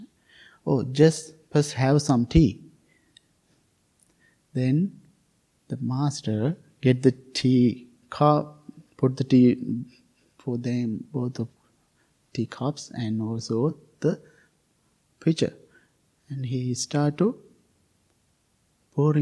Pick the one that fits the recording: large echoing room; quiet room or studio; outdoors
large echoing room